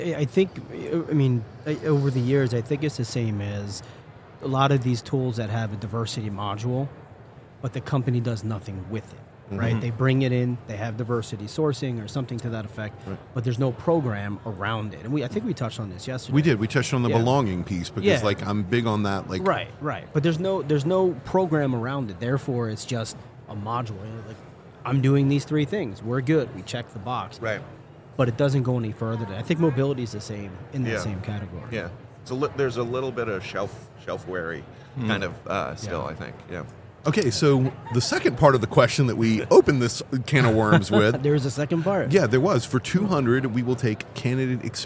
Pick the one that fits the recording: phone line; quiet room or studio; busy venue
busy venue